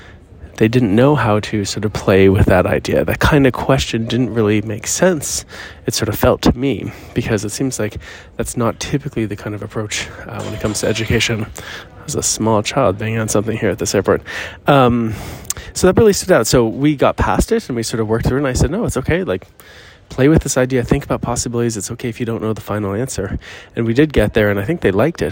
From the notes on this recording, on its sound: Courtside Wisdom Live from the Airport! This episode, live from the airport, unfolds the unique dynamics of Pickleball coaching in China.